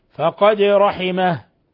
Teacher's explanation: قلقلة الدال لأنها سكنت فتقلقل